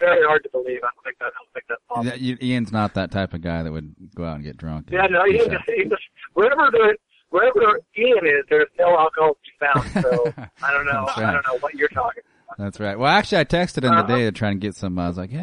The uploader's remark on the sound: called